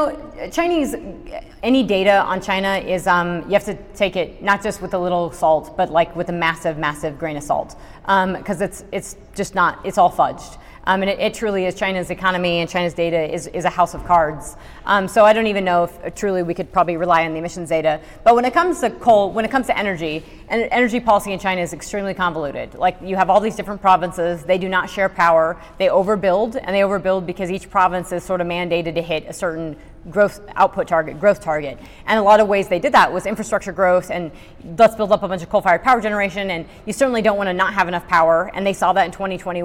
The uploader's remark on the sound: This talk and presentation was the keynote speech. To the Rocky Mountain GPA conference in Denver, Colorado.